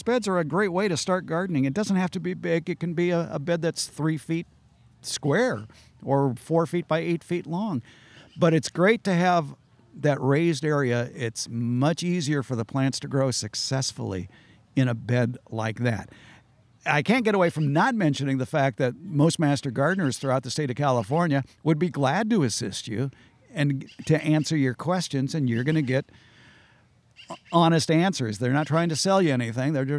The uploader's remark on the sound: This episode was recorded in person at Open Garden Day at the Fair Oaks Horticulture Center in beautiful Fair Oaks, California.